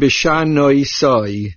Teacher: the main accent is on the last syllable